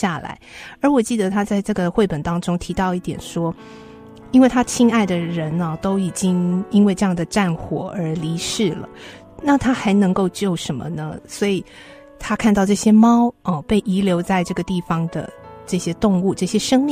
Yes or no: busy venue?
no